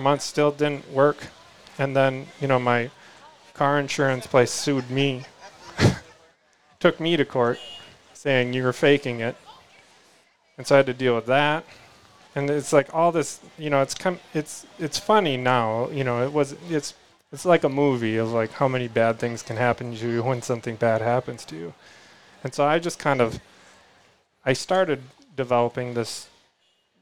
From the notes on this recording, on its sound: Bound cabin in the Northwoods doing a live podcast. They are doing a Q&A with the live audience.